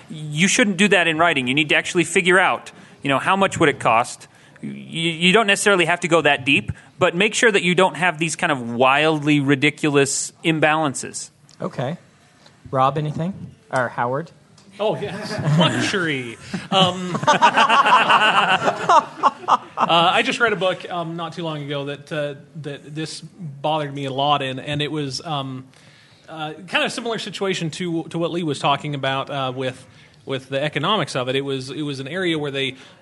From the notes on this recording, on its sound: Recorded live at CONduit in Salt Lake City.